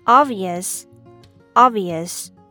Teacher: The B here pronounced as b, b, but it's nearly silent